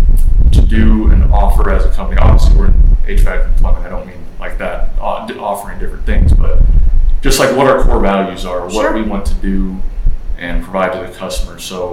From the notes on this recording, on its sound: On location at ServiceTitan's Marketing for the Trades Summit in Glendale, CA.